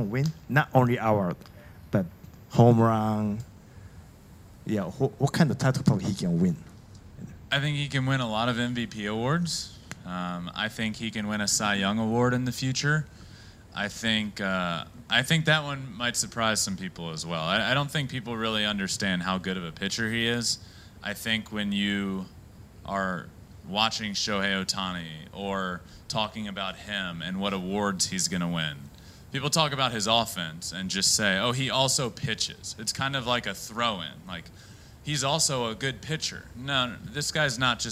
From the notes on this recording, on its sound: Q&A IN TOKYO, JAPAN. A Q&A with a live audience.